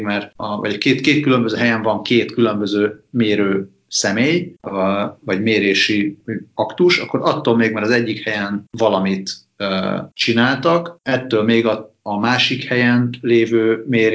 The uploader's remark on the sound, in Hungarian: Kétharmados Skype-podcast. A házban (munkahelyen!). Feltételezhetően Izlandon.